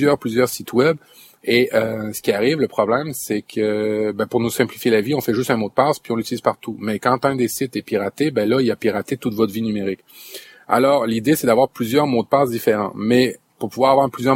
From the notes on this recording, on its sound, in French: En direct live de mon 4X4, je vous ai enregistré un petit épisode estival